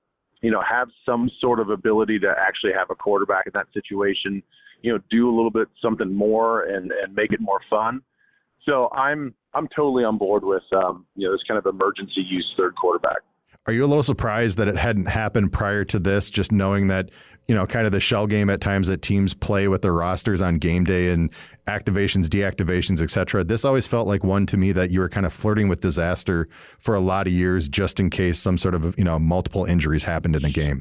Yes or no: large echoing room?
no